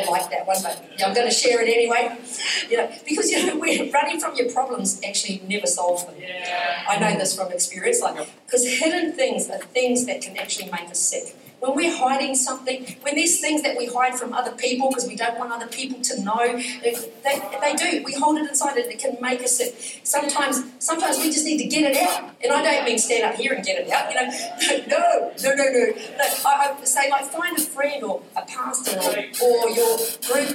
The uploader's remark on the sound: Recorded during our Melbourne East service on Sunday, the 25th of June 2023.